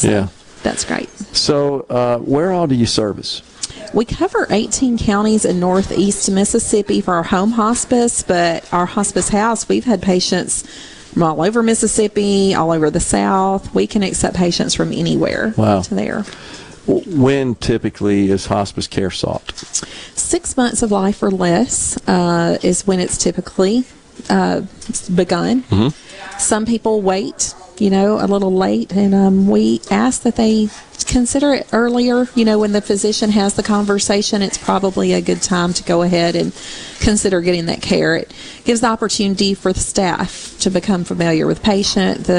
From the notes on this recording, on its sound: LIVE from Stone's Jewelry in Tupelo